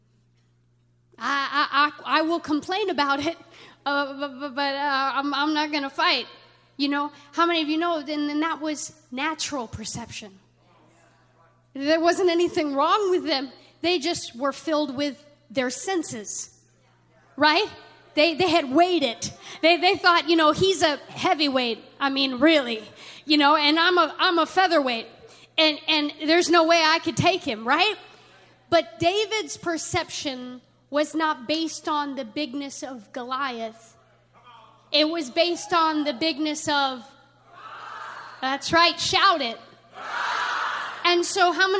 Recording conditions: large echoing room